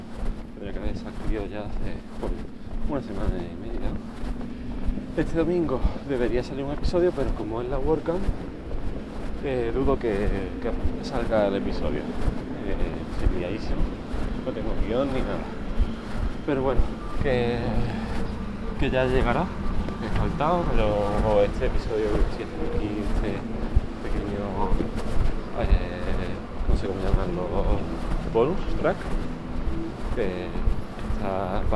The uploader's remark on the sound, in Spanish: Hace tiempo que me habría gustado intentar grabar en el rato que tardo del piso al metro. También he aprovechado la ocasión para grabar con los auriculares que me venían con el móvil, los OnePlus Bullets 2. Si no se escucha bien el episodio es porque no he editado nada de nada el audio y va en bruto.